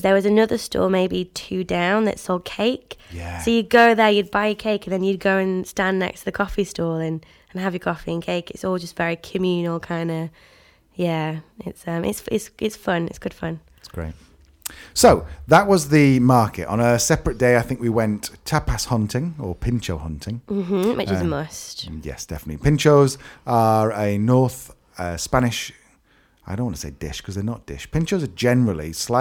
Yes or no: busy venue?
no